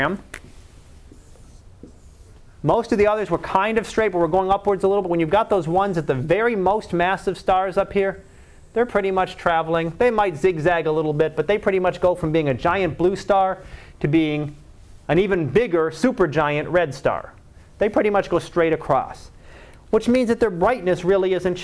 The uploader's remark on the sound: Live Class Lecture